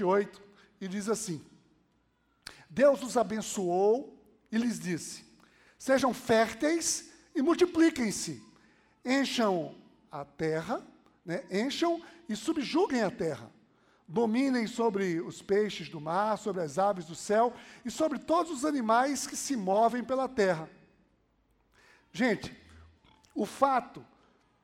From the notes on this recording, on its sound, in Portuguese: Podcast gravado na PAES Piedade